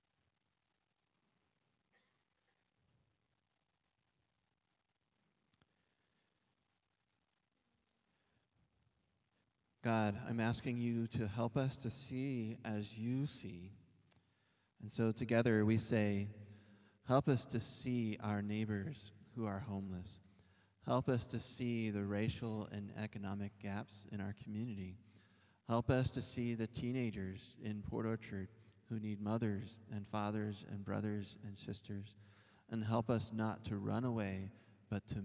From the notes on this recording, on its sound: recorded at our Sunday gathering on February 27th, 2023 in Port Orchard WA